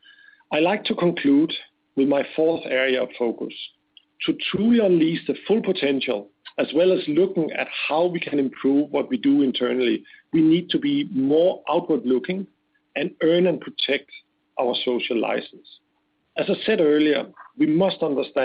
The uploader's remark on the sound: conference call